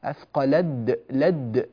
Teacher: انتقلنا من لام للدال مباشرة، وما عادت التاء موجودة الآن